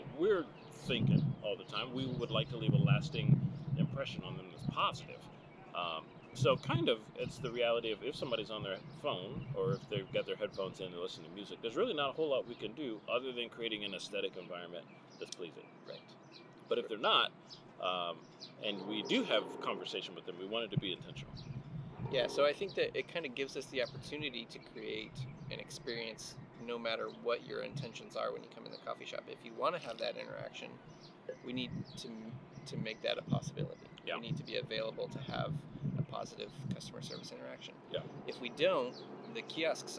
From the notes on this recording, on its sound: Join us at the Inner Harbor (sorry for the extra noise).